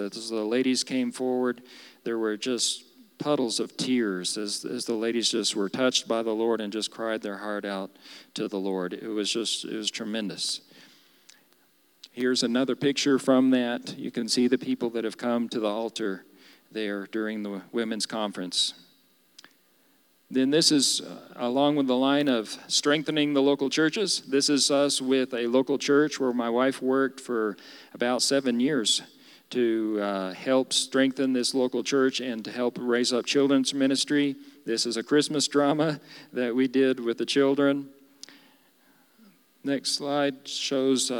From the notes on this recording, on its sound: Recorded live during our Wednesday night service.